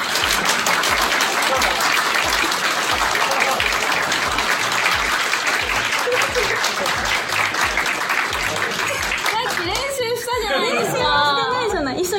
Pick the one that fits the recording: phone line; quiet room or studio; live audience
live audience